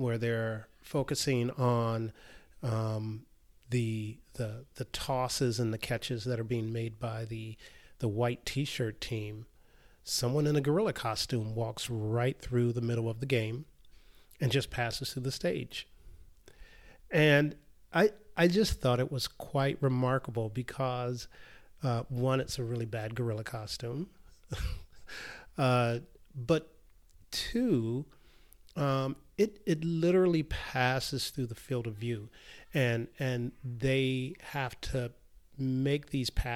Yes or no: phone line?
no